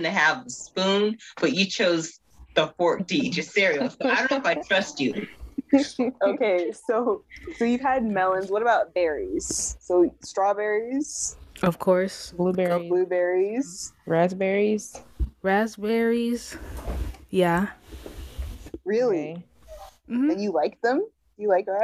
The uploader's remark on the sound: Sorry the Audio is messed up this episode